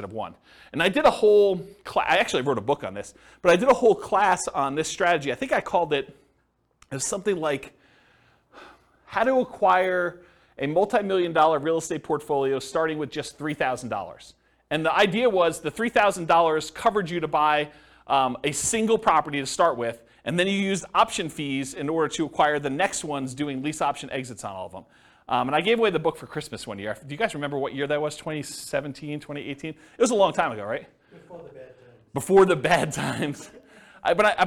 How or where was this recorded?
live audience